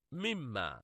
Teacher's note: مما أصل الكلام من ما، فهما كلمتان، وأدغمت الميم في النون فصار حرفا واحدا مشددا من جنس الثاني، أي من جنس الميم. ولذلك نلاحظ أنه ليس للنون ذكر مما، وقد صارت غنة لأن الإدغام هنا ناقص لا كامل.